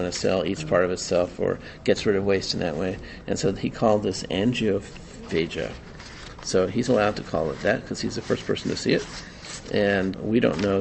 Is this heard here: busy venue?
yes